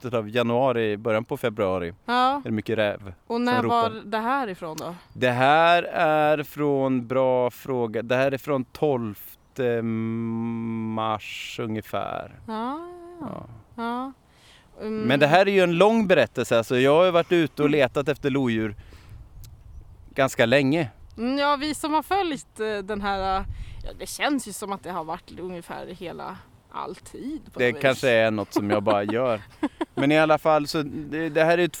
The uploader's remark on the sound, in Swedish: Vi får följa med honom in i gömslet den sista kvällen. Som vanligt är det äkta ljud ni hör som vi har spelats in på plats, Naturpodden använder inga ljudbanker.